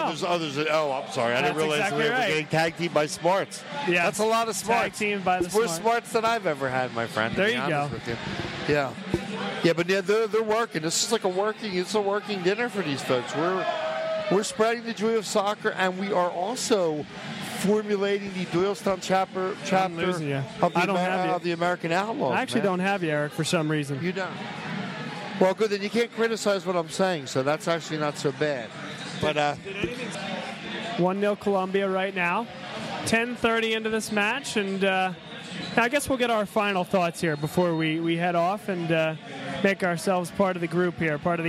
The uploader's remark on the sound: Vuvu Soccer was live at Villa Capri in Doylestown!